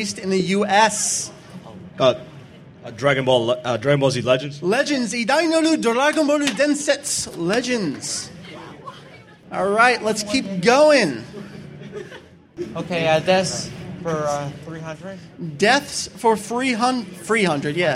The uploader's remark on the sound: Record live at AnimeNEXT 2007! The DBZ Variety Hour was an hour-long panel filled with gameshow goodness, questions, prizes galore, and lots of fun fandom reminiscing from the participants.